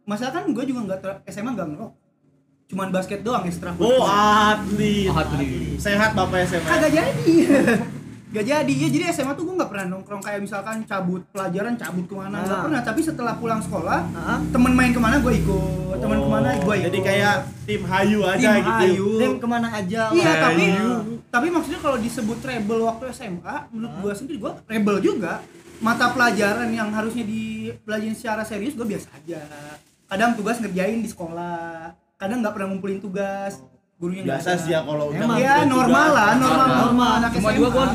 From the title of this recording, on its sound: LIVE FROM SALAKA COFFEE